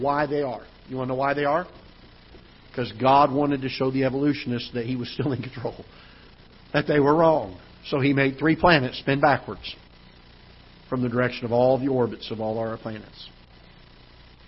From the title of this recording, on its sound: Ketha Heights Baptist Church ~ Live Broadcast